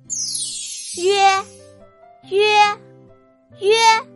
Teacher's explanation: 撅嘴吁，咧嘴呃，嘴巴从吁变到呃